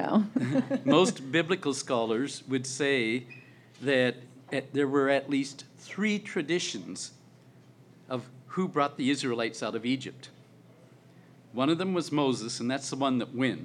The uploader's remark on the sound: LIVE at the Baltimore Podcast Festival.